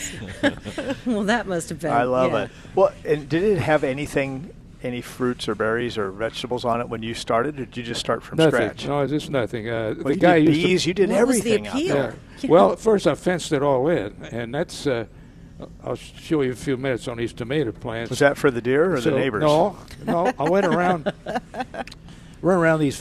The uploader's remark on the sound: Live at Prairie Gardens